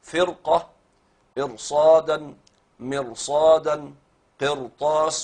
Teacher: كل دي مفخمة قولا واحدا لأجل حرف الاستعلاء الذي جاء بعد الراء